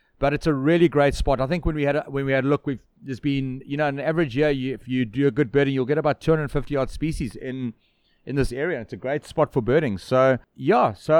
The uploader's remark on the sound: In this month’s episode recorded at The Lazy Moose in Clansthal on the KwaZulu Natal South Coast.